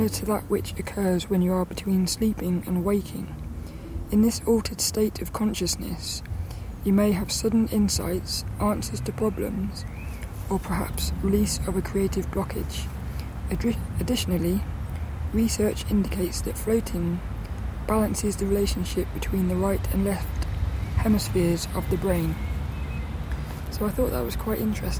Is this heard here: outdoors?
yes